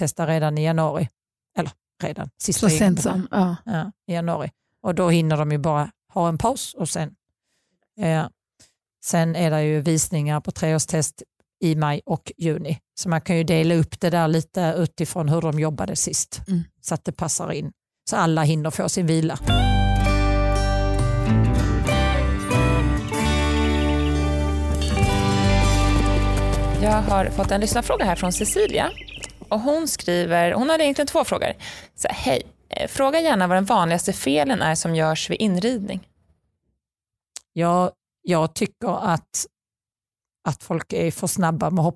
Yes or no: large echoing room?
no